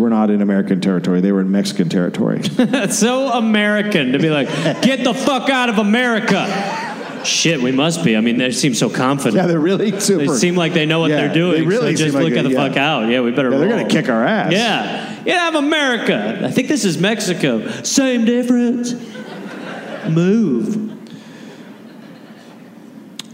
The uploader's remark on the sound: Recorded live in Salt Lake City, Utah.